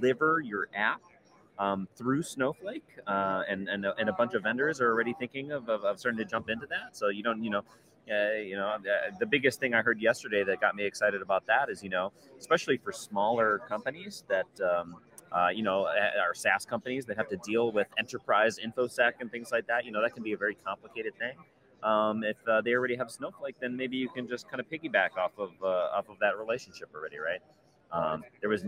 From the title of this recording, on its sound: Live from Snowflake Summit 2023 in Las Vegas